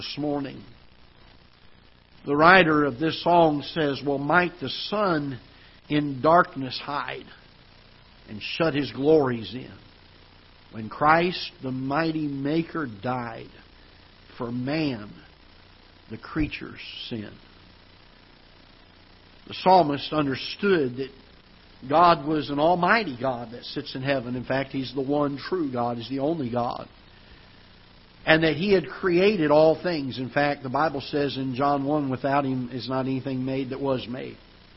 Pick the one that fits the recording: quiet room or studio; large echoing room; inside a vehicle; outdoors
large echoing room